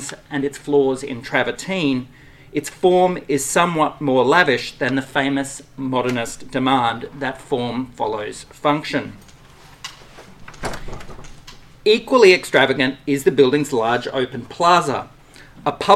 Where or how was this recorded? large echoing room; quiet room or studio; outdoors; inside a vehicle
large echoing room